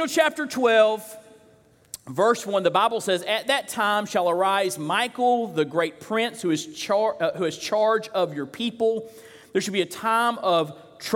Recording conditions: large echoing room